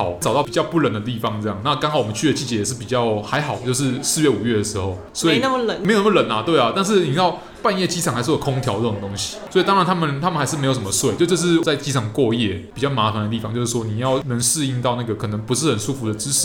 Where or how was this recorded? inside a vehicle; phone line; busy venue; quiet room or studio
busy venue